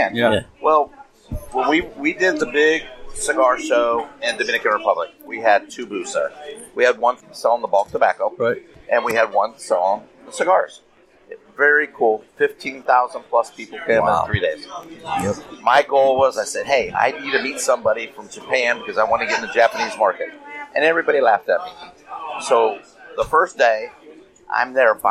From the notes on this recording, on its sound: Find ourselves at Grumpy’s to record for the second week in a row. We are two days in to Hackapalooza 6.0 and find ourselves at Grumpy’s to record for the second week in a row. Grumpy’s Cigars & Lounge; Hudson NH.